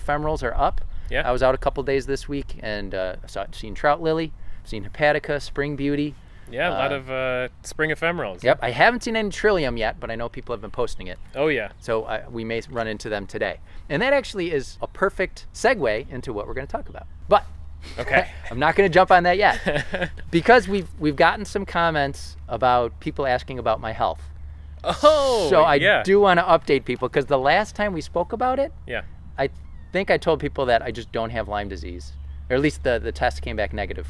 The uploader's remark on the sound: This episode was recorded at Nature View Park in Amherst, NY on April 24, 2019. Nature View is owned by the Western New York Land Conservancy .